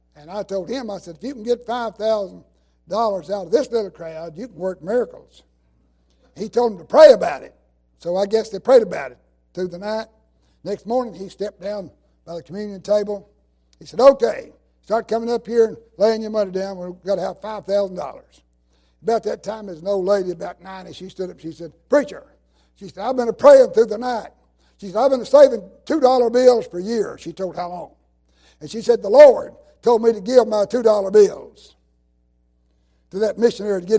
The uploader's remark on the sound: in revival service at Calvary Baptist Church of Kingston, Tennessee.